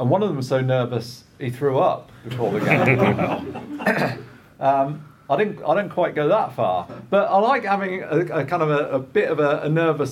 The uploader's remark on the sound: We’re back with another live recording, this time coming to you from UK Games Expo in Birmingham.